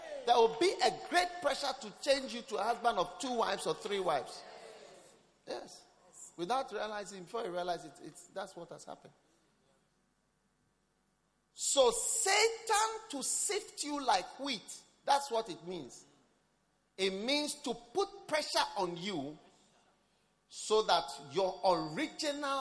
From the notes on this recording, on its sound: Preached at the First Love Center Accra Ghana